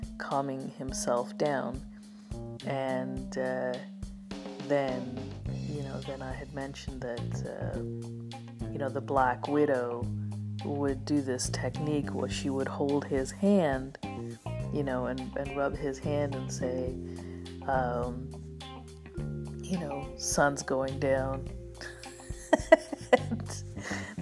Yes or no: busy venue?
no